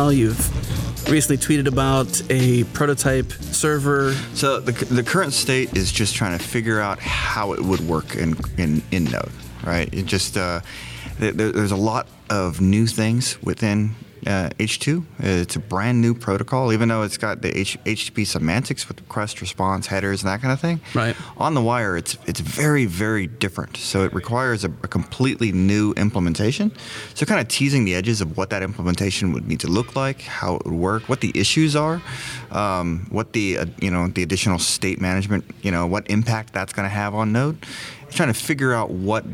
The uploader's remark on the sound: recorded at Node Interactive 2016